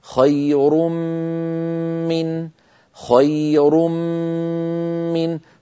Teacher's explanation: التنوين هكذا كما نرى، خير من خير من، فقولنا خير هذه الميم الأولى المنقلبة عن التنوين تكون الغنة مصاحبة لها ومطولة، فإذا انتهى الصوت إلى هنا نقول من بميم مكسورة، طبعا · Term: الغنة الممطوطة